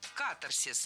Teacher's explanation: В этом слове ударение следует ставить на первый слог – «катарсис». · Term: ударение на первом слоге